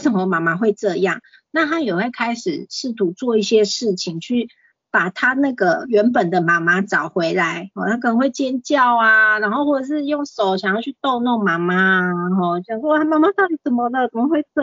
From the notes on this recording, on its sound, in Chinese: 講座錄音。此為線上課程錄音檔！